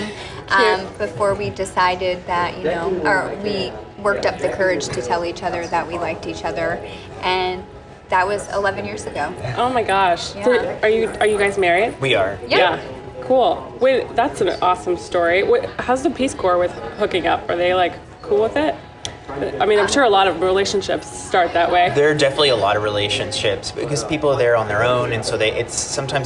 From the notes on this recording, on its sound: from the conference halls of TravelCon 2018 in Austin, TX